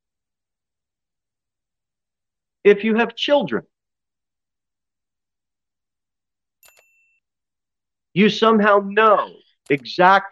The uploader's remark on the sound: Sermon delivered at Pilgrim Baptist Church on Sunday, June 11, 2023, at 2:15 pm. Jere Whitson Rd.